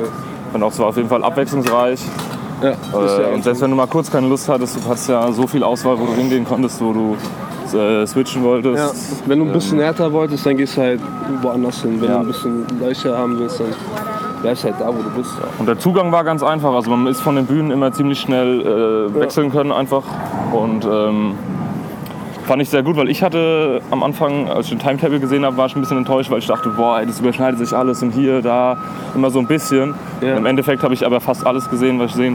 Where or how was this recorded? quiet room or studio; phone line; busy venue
busy venue